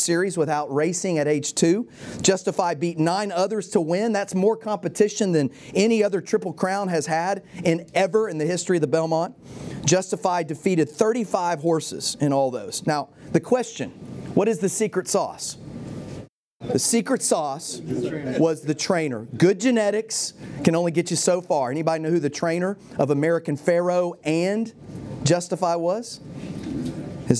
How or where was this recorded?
live audience